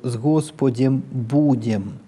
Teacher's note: Вот это «будем» повышается и потом возвращается на основной тон. · Term: крышечка